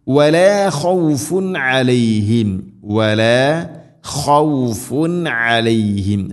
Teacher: خوف تنوين ശേഷം عين اظهار، വെളിവാക്കി ഉച്ചരിക്കണം